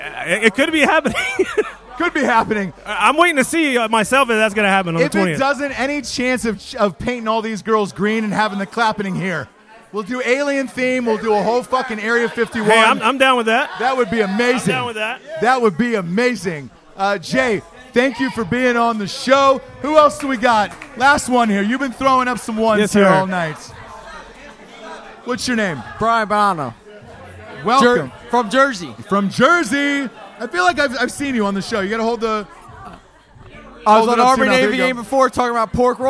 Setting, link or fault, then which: setting, busy venue